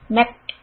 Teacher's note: So kaf is a sukun. We do this little click sound called hems.